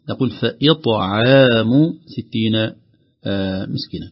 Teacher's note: نهتم بترقيق العين لأن الطاء قبلها قد تؤثر عليها